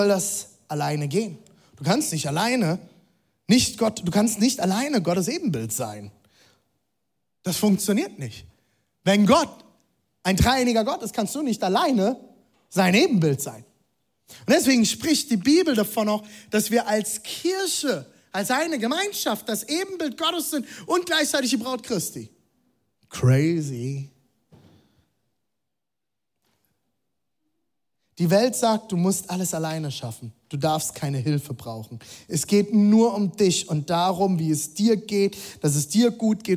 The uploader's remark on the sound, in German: Zeal Church Leipzig. Audiomitschnitt der Predigt.